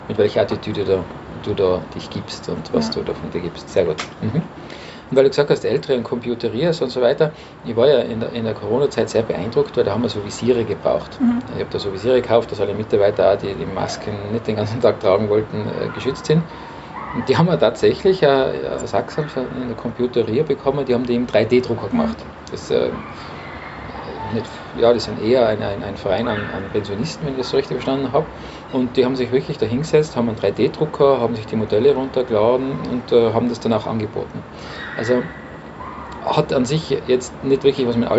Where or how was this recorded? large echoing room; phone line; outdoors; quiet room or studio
outdoors